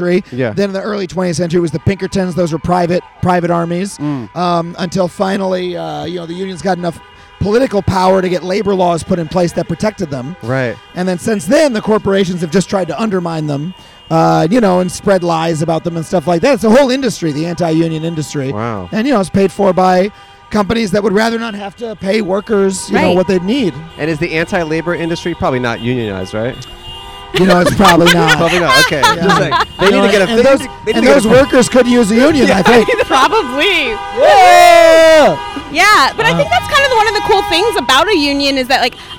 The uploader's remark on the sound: At The WGA Netflix Strike. In front of the Netflix building in Los Angeles.